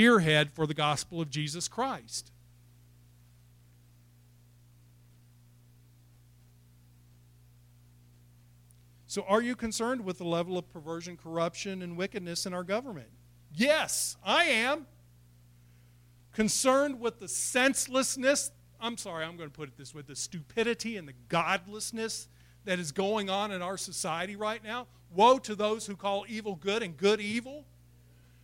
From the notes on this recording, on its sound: It was recorded April 11, 2021 at Open Bible Church in Lawrenceburg, KY.